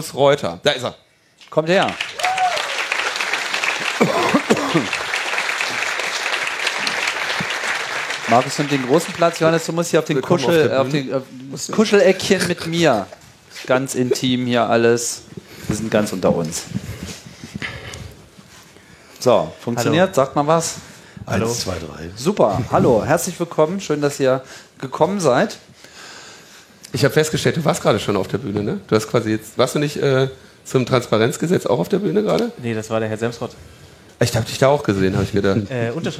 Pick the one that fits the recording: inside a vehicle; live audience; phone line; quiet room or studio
live audience